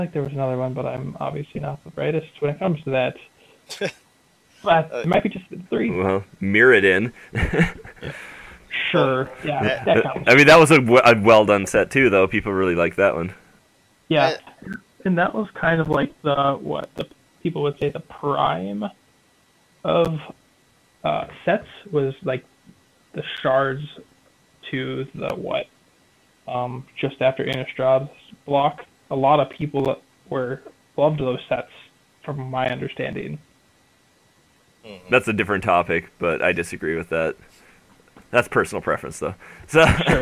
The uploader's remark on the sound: Please pardon the audio. There was a problem with recording we didn’t notice.